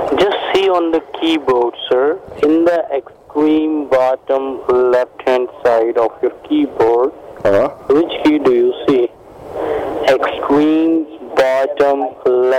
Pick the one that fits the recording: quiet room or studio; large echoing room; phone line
phone line